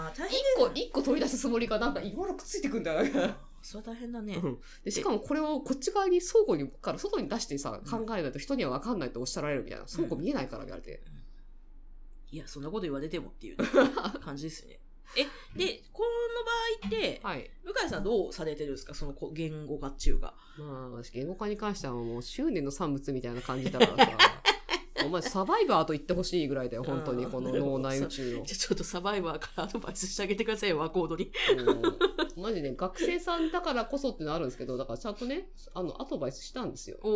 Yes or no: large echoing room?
no